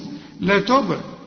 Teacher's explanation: الباء هنا لازم تقلقل لأنها عليها السكون